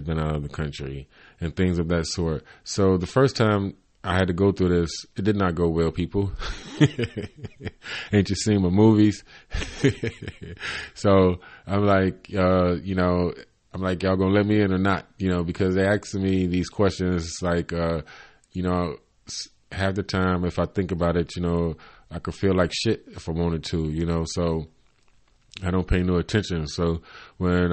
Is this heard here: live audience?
no